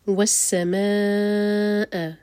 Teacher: ما مد متصل، چار حرکہ لمبا، حمزہ پر کٹ آف ساؤن